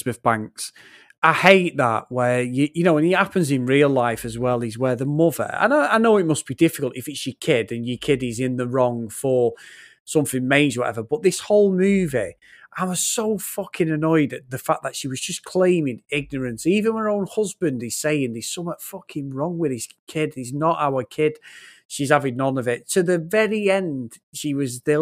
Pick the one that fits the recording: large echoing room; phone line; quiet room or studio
quiet room or studio